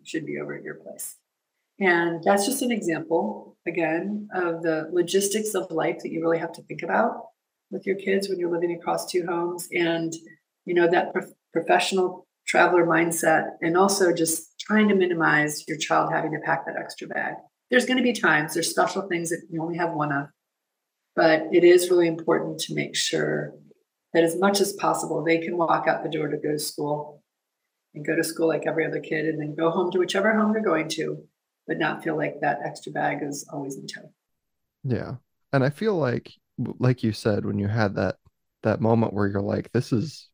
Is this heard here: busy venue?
no